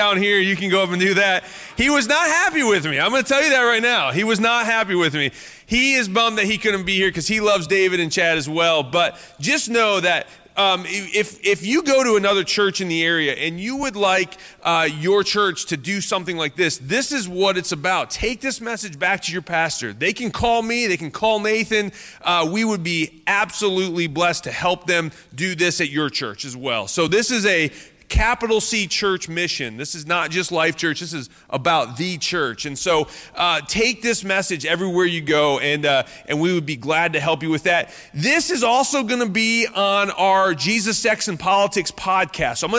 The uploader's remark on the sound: Live From Life Church